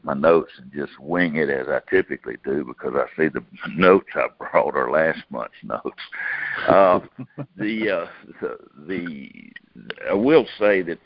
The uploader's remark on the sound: August 2018 Monthly Conference Call